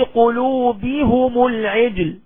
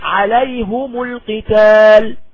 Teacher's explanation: يضم الهاء والميم في قلوبهم العجل، ويقرأ عليهم القتال.